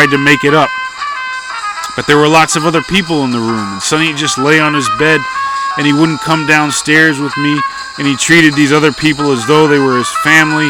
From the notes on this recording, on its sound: On this summer night, from the middle of my backyard